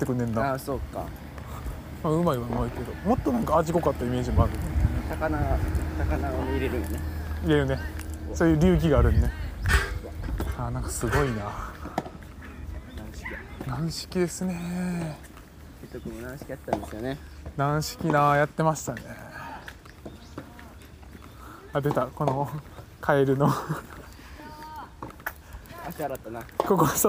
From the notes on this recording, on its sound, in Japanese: 帰省した時に対面で撮った音源です。かつて練習していたコートを歩きながらしゃべっています。雑音あり、低音質、大量の規制音となっております。